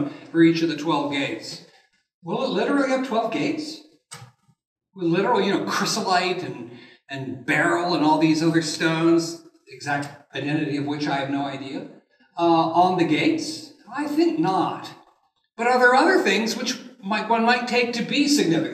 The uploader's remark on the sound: This lecture was given on March 29th, 2023 at the University of Nebraska at Lincoln.